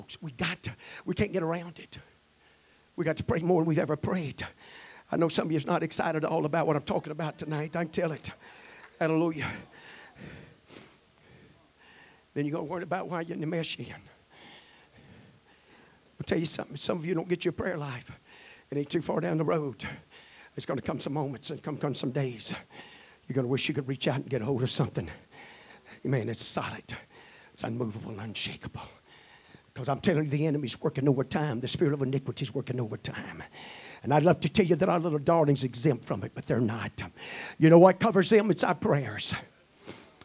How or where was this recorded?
large echoing room